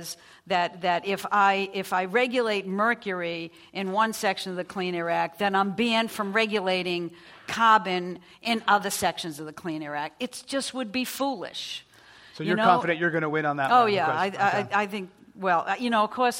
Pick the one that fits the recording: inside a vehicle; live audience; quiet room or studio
live audience